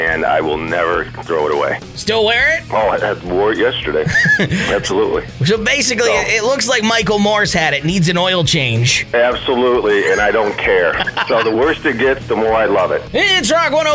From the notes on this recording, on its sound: I had to tap into my engineering skills and fix the phone lines. I asked listeners to call in and mouth off today.